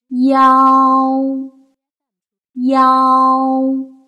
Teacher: 舌位呢，是先降后升，由前到后，变化幅度比较大。唇形呢由展到开，由开始的高元音一，嘴唇是往两边咧开的，然后再发出啊之后再变圆唇，收音收在呜这个位置，松元音呜的位置。好，中间的这个啊呢一定要发的很响亮，时间要相对长一些。大家在这里要注意的一个地方是，腰当中的韵腹啊，它的发音位置要稍稍的往后靠一些，是一个后啊。发音要最响亮，三个元音的最佳音长比大致是四比四比二的样子。最后要提醒大家的是，我们在发这个音的时候，一定要注意唇形和口型的变化，其中主要元音啊的开口度也不要过大。好，我们一起来练习一下，腰腰。好，首先我们进行咬字发音的练习。妙，表，腰，小，俏，了，瓢，娇。鸟，超，瓢，飘，秒，雕，条，料，叫。巧，笑，票，挑，脚，了。接下来是词语练习：萧条，吊销。吊桥，逍遥，摇摇，窈窕，妙药，渺小，叫嚣。巧妙，苗条，脚镣，疗效，秒表，飘摇，缥缈，袅袅，吊娇，调教。秒表